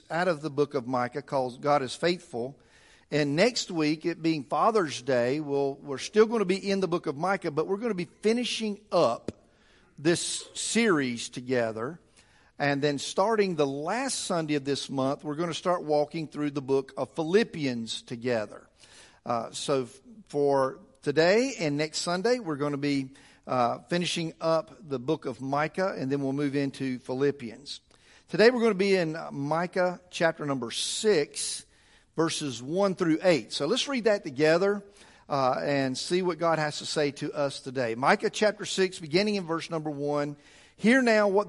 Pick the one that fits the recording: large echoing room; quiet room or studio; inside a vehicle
large echoing room